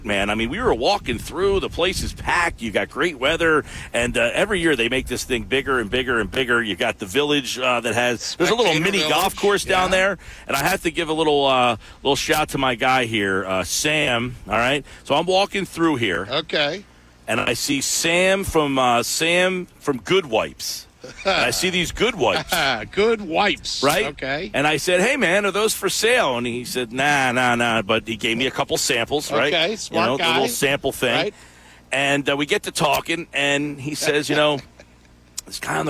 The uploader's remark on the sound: the full show live at the Shoprite LPGA Classic